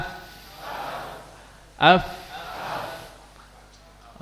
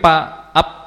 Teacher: bibir bawah bagian dalam bertemu dengan ujung gigi seri atas · Shown in: first take · ujung gigi seri atas, af, semuanya af, mudah, ya, kecuali orang Sunda mungkin kesusahan. · Term: huruf fa